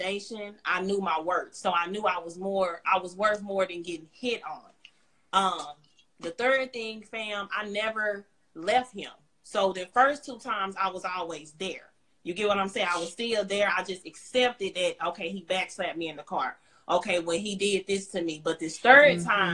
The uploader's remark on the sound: the hosts have a discussion on Instagram Live